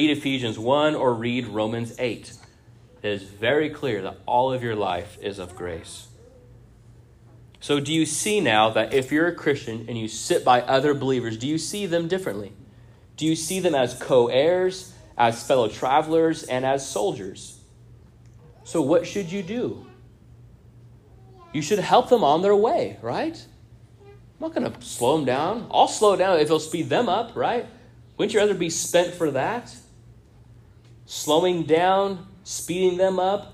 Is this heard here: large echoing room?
yes